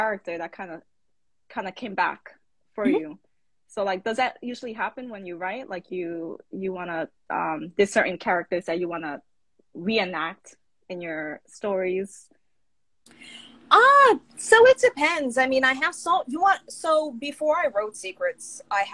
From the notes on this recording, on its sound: a series of Instagram Live interviews